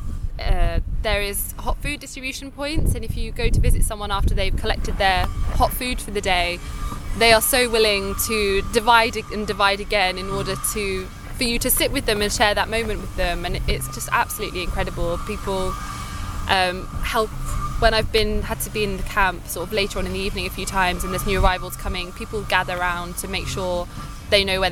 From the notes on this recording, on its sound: An audio diary from my time volunteering at the Jungle refugee camp in Calais.